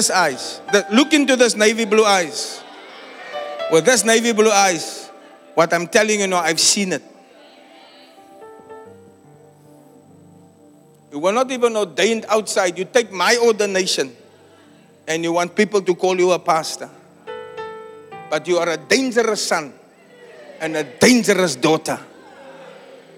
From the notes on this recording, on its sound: Preached at Zion Sanctuary, Cape Town, South Africa on 25 June 2023.